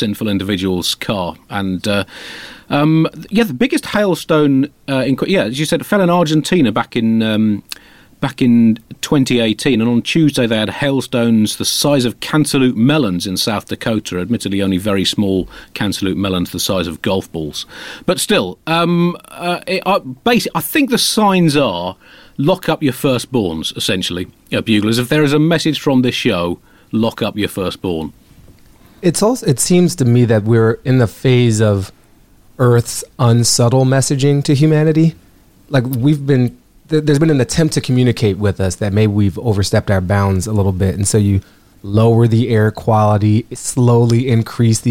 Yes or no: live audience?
no